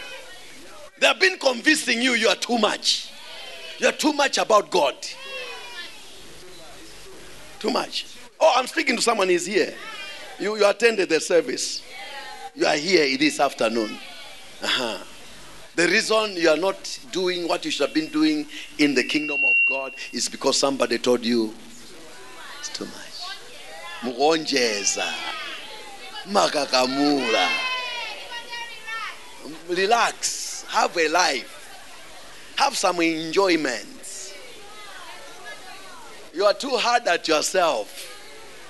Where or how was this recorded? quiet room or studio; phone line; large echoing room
large echoing room